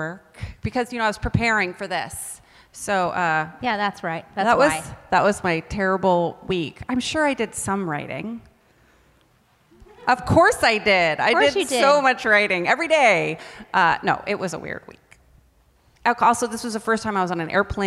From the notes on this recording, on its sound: LIVE From The Austin Film Festival. David's Episcopal Church at the 2021 Austin Film Festival for our very first live, in-person show.